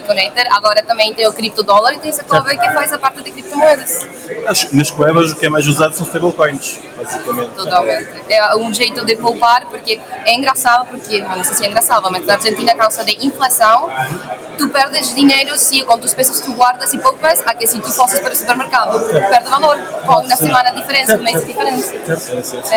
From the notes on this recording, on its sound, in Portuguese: Esta semana estivemos no ETHPorto, uma conferencia dedicada ao Ethereum e cryptomoedas em geral, no decorrer da conferencia fizemos um uma emissão ao vivo. Onde falamos com vários participantes do evento.